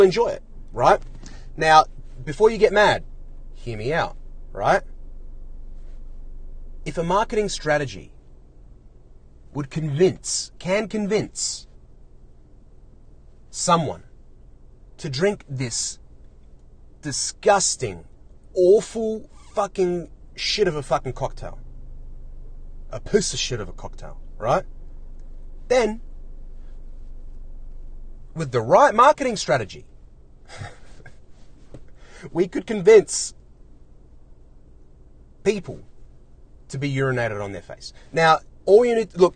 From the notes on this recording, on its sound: Today I’m in the car again.